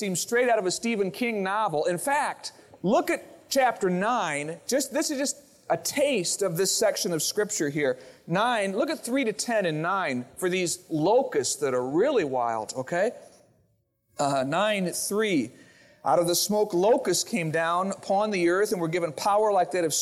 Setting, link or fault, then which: setting, large echoing room